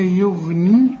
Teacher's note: يوم لا يغني، يوم كل الحروف مرققة، لا يغني الغين بس هي المفخمة في هذه الكلمة